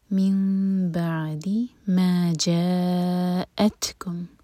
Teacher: تا پر سکون ہے، تا پر ہمس کریں گے، سانس جاری رکھیں گے